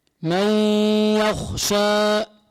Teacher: نون ساكنة بعده ياء إدغام بغنة